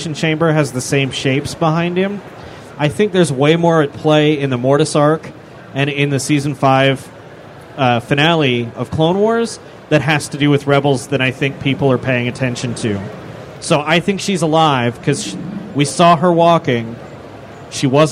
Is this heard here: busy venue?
yes